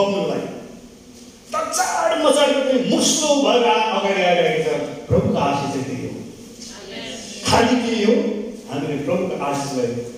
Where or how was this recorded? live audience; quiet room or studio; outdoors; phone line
live audience